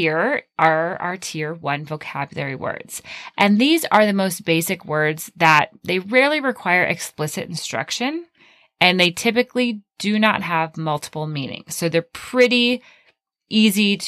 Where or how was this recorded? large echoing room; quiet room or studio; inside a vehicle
quiet room or studio